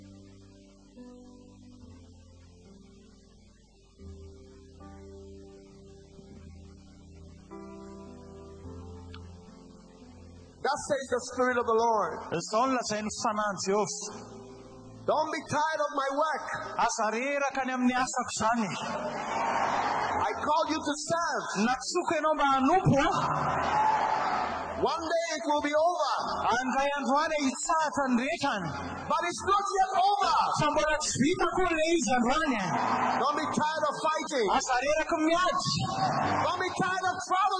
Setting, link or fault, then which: setting, busy venue